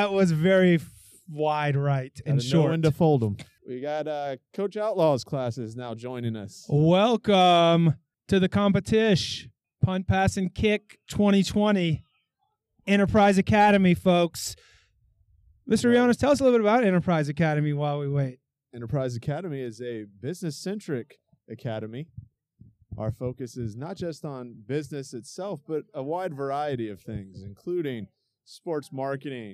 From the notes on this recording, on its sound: A live recording taken during the inaugural Punt, Pass and Kick competition presented by Enterprise Academy and the 585 podcast. Today’s event was a fundraiser to benefit the local United Way.